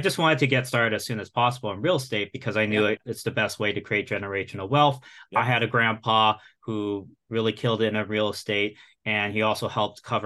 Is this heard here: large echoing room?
no